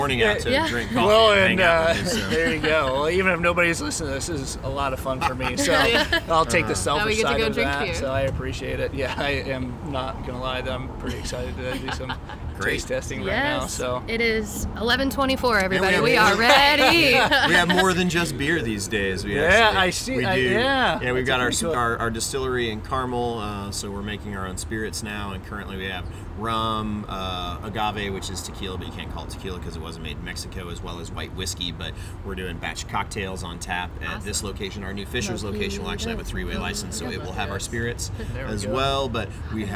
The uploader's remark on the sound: LIVE at Sun King Brewery in downtown Indianapolis!